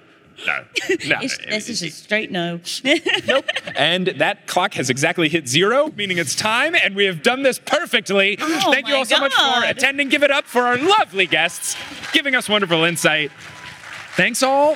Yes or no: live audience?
yes